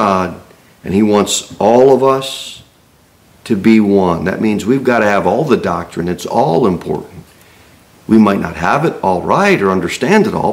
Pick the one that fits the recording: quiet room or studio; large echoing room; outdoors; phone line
large echoing room